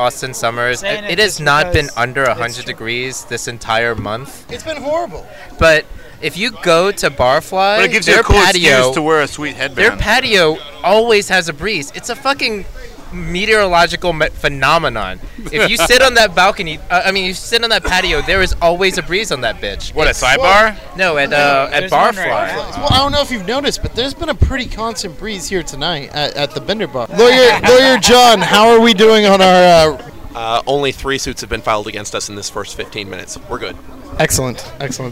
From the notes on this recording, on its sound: At Bender Bar & Grill. The guys at Bender kept feeding us shots and beers. We end up with about 8 drunk idiots trying to use 4 microphones and even get strangers to join us. Then we're too drunk to record anymore so we decide to jump a fence to go swimming somewhere. Good luck making it through the horrible editing in this one.